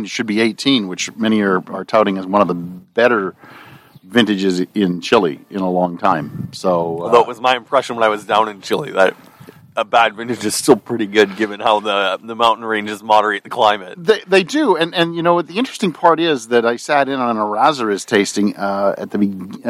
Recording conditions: outdoors